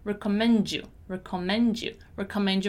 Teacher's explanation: many times when I have a word ending in D, like recommend, and my next word is the word you, I can pronounce the letter D like J